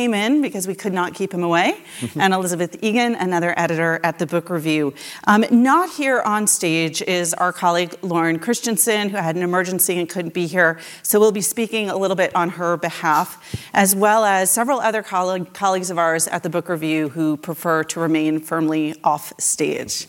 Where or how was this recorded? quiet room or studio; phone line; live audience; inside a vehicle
live audience